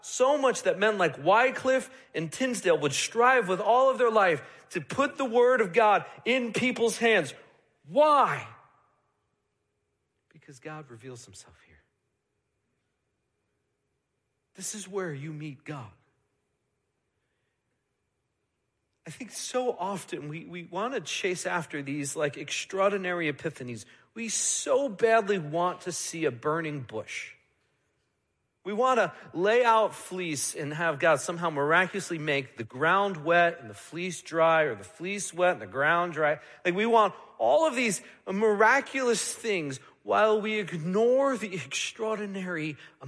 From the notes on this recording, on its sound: Midland Evangelical Free Church Sermon Audio